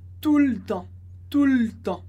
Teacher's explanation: Te corta o E e fica tout le temps. · Term: E que desaparece